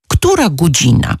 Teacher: Jeśli mamy sięgnąć do odległej przeszłości, dla młodszych słuchaczy to pewnie już prawie prehistoria, to należałoby wspomnieć o tym, że właśnie takie podwyższanie czy ścieśnianie samogłoski O było cechą gwary lwowskiej